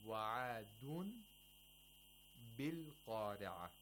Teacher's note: the change is the nun sakina turning into a mim sakina · Term: iqlab